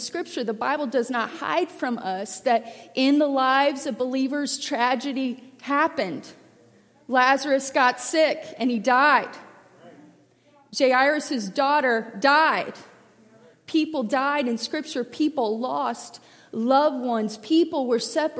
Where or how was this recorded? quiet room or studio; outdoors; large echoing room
large echoing room